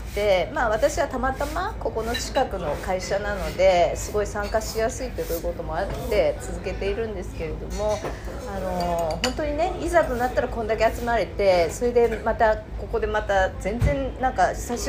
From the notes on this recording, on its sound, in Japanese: 皇居ラン＆550回記念パーティー＠神田。ライブ感あふれる音声をお楽しみください！！